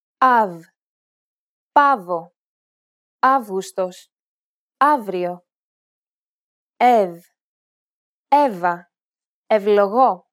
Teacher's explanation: It can be pronounced as an EV sound, like ever, or as an EF sound, like effect. The variations with the V sound in them are produced when the combinations come before a vowel or a voiced consonant.